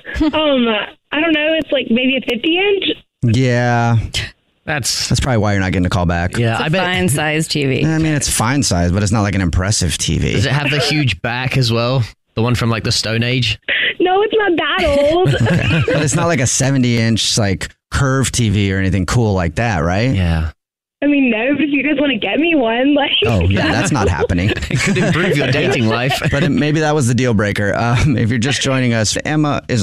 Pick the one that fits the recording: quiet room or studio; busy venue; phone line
phone line